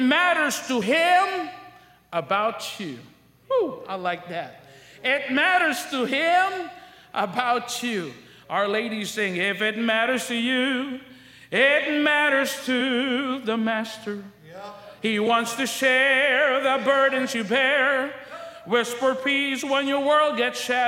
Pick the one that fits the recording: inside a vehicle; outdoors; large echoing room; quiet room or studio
large echoing room